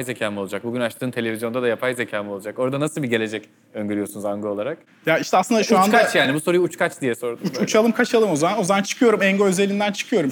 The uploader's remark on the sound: (Episode in Turkish - live recording during cc: Nights in Istanbul).